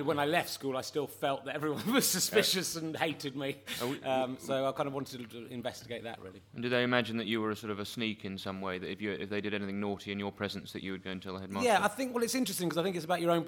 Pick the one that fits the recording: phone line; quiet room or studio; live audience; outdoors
live audience